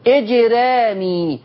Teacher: هل الجيم الساكنه منعتني ان ارقق الراء؟ لا، رققت الراء